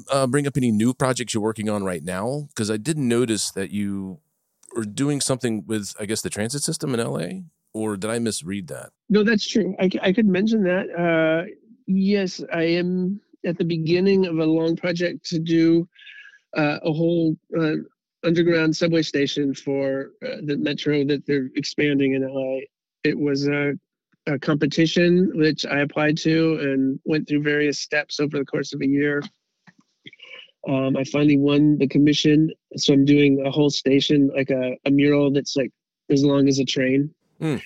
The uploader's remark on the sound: over the phone